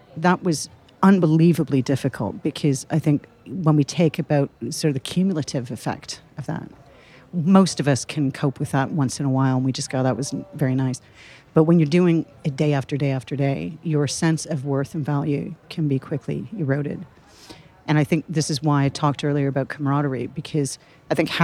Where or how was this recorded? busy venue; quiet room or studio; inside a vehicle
busy venue